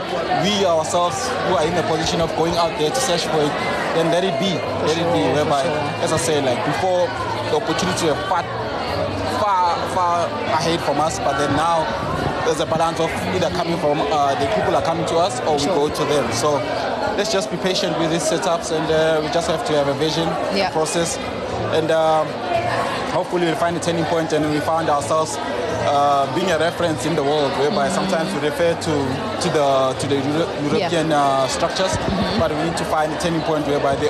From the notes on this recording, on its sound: OUTSIDE BROADCAST